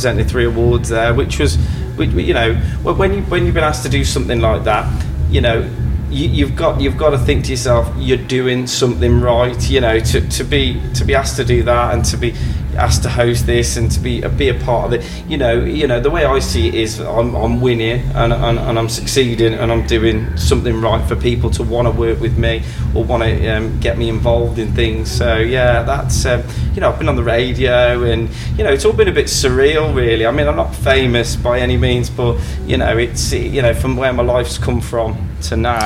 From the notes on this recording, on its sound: Coming to you from Mature, a great club in Wellington, Shropshire, is a medley of interviews captured at the Shropshire Music Awards After Party. We set up downstairs while some of the award winning acts performed upstairs.